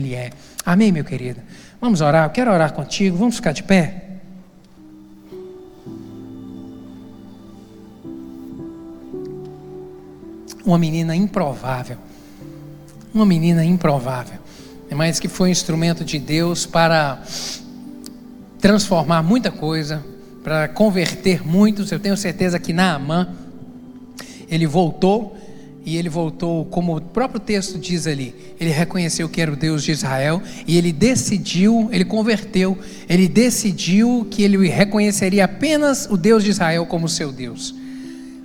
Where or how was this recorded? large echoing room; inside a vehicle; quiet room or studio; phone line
large echoing room